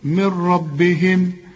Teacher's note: هنا نون بدون تشكيل، كل نون في القرآن يجي بعدها ره زي اللي معانا دي، العلماء بيسموها إدغام كامل بدون غنة، وإحنا بنقول لك كأن النون غير موجودة، اشبك الميم مع الراء